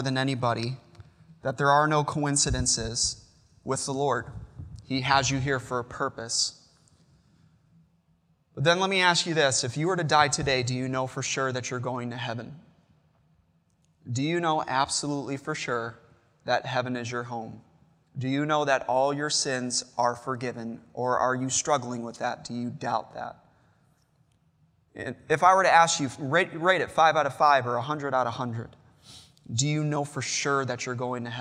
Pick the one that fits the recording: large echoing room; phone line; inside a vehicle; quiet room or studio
large echoing room